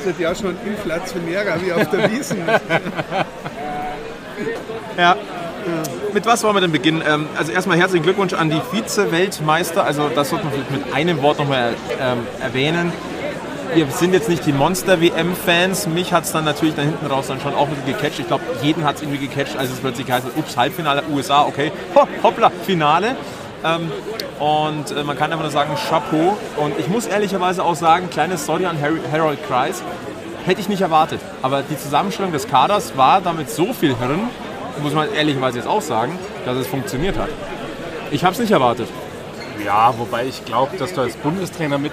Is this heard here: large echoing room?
no